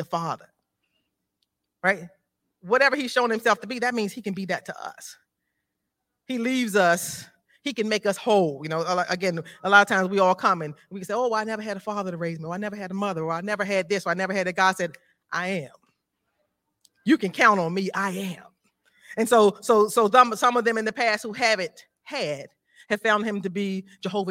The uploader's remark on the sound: This JAT was recorded live on Sunday, January 8th, 2023 at Newark United Pentecostal Church.